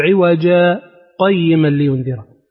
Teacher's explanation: السكتة من غير تنفس بمقدار حركتين